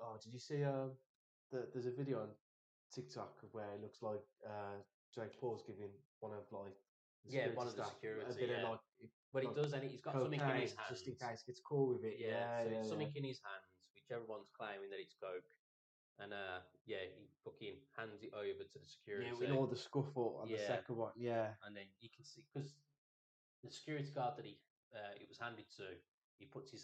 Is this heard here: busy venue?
no